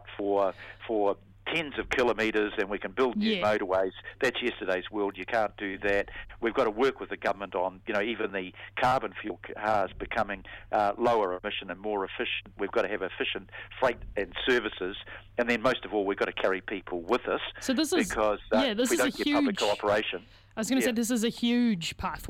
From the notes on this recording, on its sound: The Mayor phones up for his weekly chat.